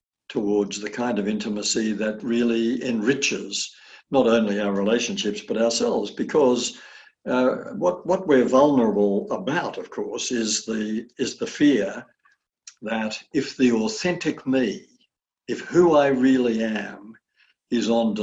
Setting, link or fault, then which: link, video call